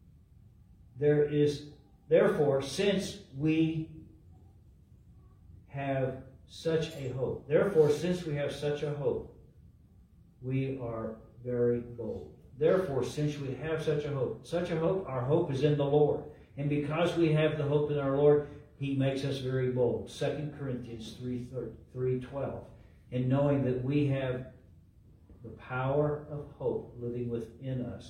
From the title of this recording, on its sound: LIVE from Calvary